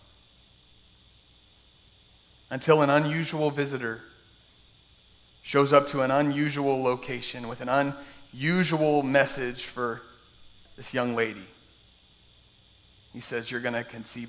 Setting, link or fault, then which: setting, large echoing room